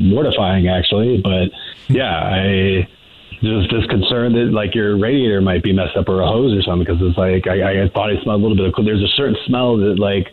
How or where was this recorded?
phone line